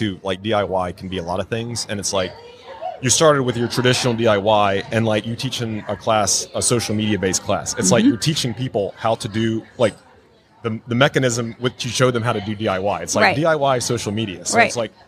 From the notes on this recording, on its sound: LIVE from HAVEN 2022